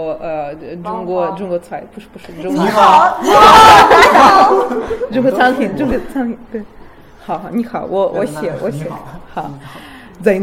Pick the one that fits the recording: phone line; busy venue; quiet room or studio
busy venue